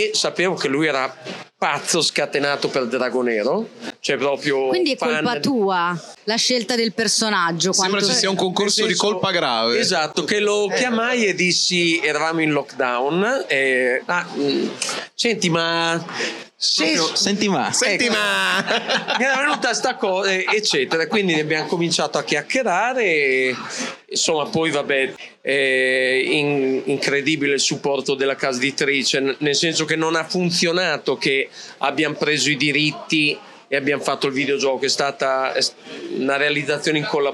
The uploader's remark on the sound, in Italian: A Lucca Comics 2023 ci siamo fatti raccontare